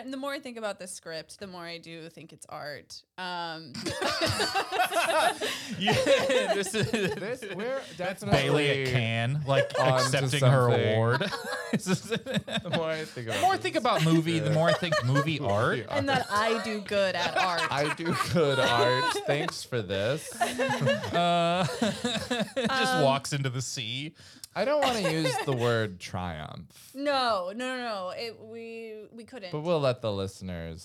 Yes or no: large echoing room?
no